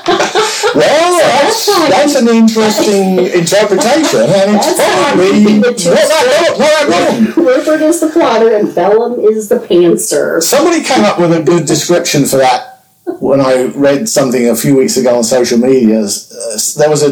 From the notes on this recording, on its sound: The audio on this episode is not up to the normal standards.